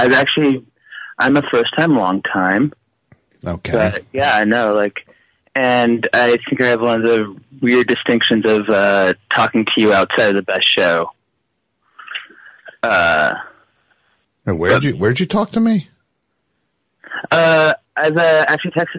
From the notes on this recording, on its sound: Phones ring. Callers who have NEVER called The Best Show!